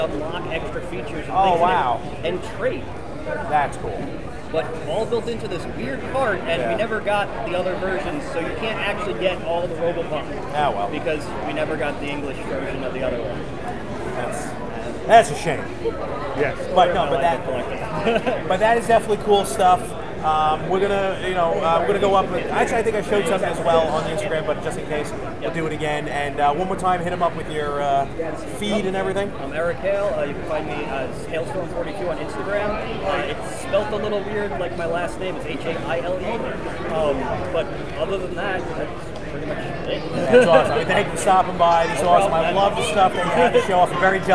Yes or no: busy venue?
yes